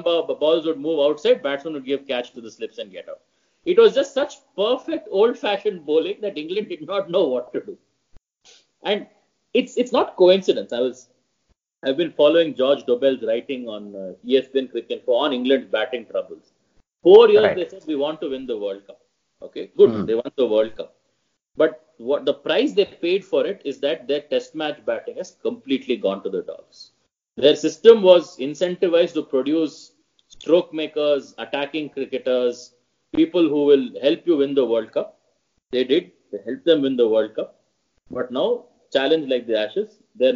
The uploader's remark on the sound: There may be a few audio quality issues in this episode, we apologize in advance for that.